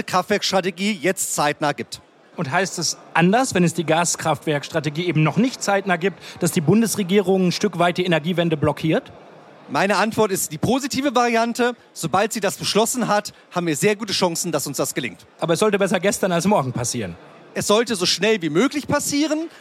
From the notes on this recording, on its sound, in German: Podcast-Sonderfolge, die auf dem Handelsblatt-Energiegipfel in Berlin aufgenommen wurde.